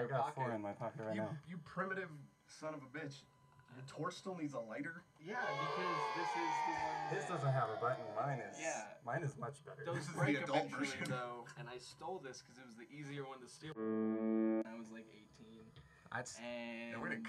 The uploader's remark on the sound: Please excuse the hum. It wasn't until after the podcast that we figured out some of this old equipment doesn't work the way they used to.